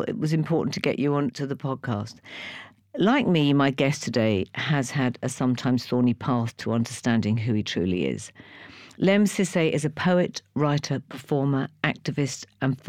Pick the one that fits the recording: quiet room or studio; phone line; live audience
quiet room or studio